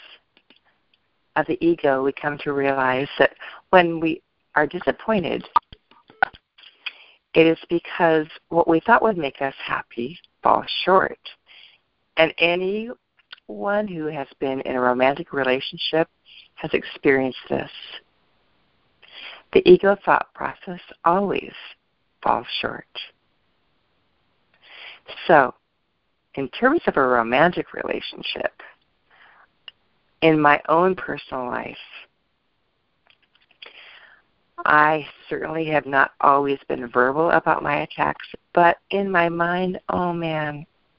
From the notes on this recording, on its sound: ACIM Daily TEXT Conference Call.